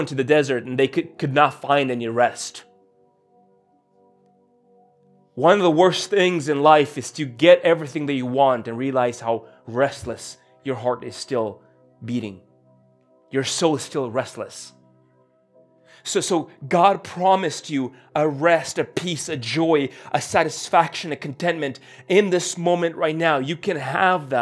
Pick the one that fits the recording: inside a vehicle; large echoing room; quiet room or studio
large echoing room